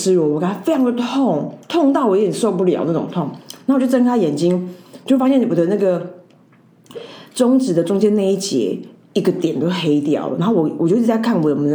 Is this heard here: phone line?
no